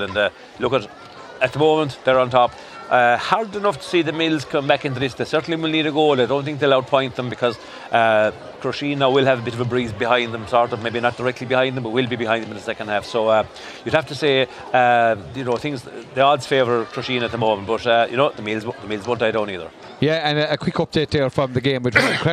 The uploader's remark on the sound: Crusheen vs O’Callaghans Mills. Outside broadcast.